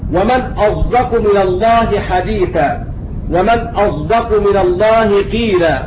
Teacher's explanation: أن الصاد الساكنة التي بعدها دال يقرأها بالإشمام